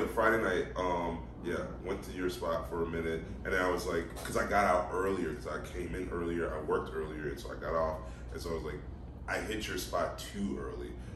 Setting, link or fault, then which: fault, poor sound quality